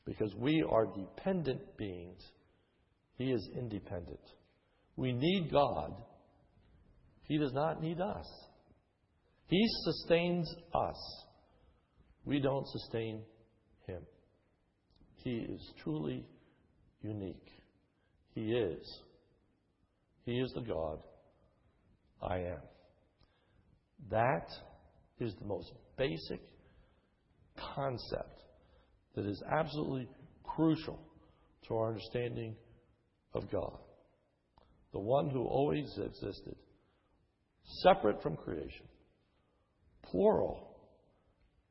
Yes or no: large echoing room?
yes